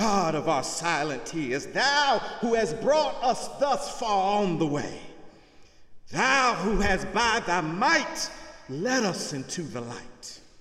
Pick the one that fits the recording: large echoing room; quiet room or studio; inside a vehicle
large echoing room